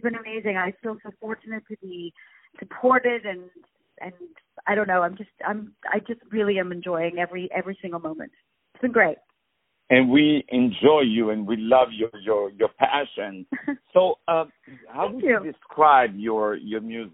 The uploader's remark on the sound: On the phone